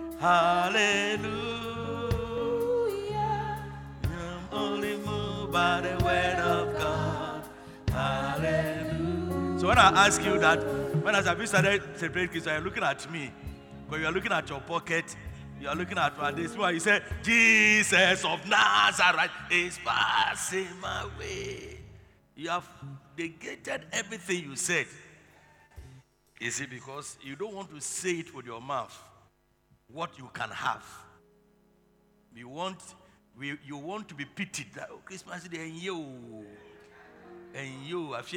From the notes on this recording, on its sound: Preached at the Truth Cathedral, Loyalty House International